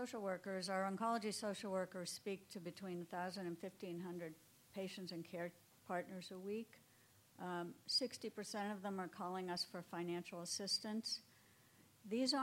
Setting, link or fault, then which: setting, live audience